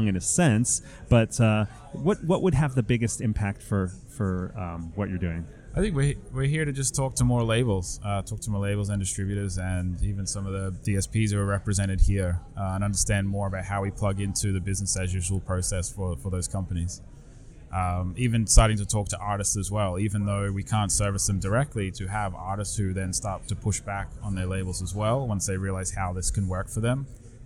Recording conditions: busy venue